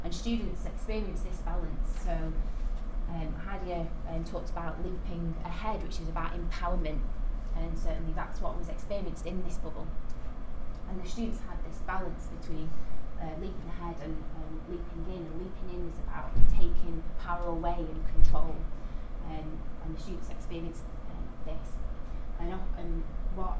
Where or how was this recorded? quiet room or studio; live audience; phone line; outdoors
live audience